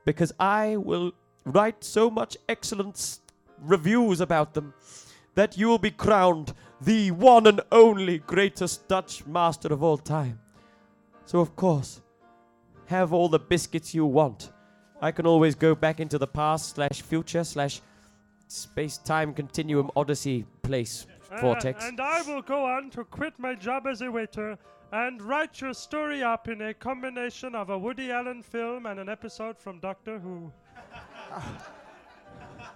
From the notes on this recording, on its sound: The audience’s childish response to French affirmatives threaten to disrupt the play’s mise-en-Seine.